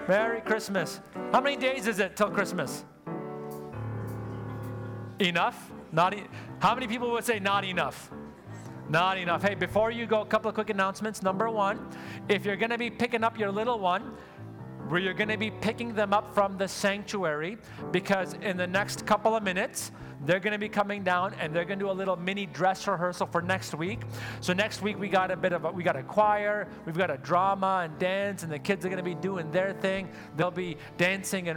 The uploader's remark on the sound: Sunday Service live broadcast